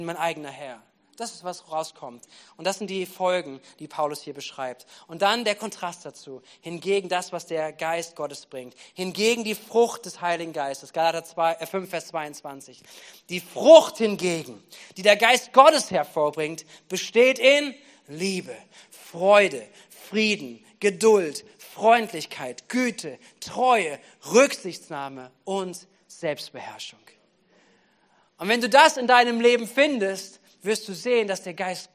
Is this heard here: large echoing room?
yes